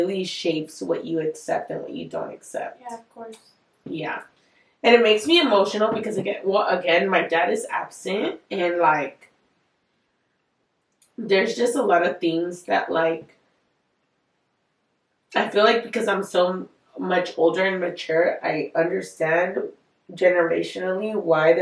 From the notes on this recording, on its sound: Bare with us with the audio, this was one of the first guests and we had to figure out the microphone